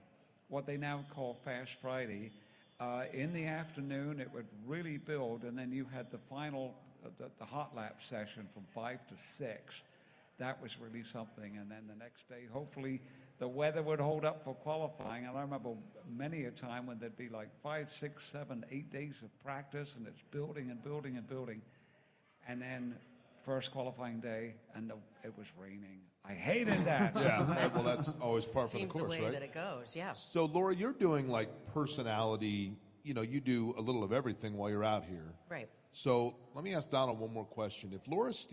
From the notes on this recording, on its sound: live from the Firestone Garage at IMS